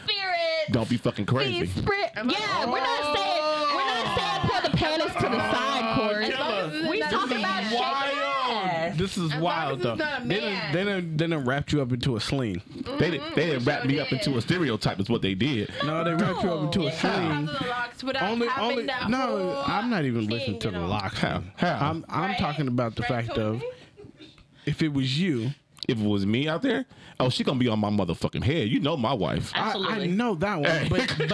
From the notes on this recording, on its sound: It went down at Mocha Fest in Houston, Tx.